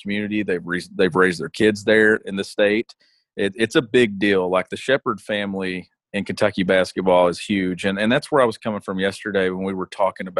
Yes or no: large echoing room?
no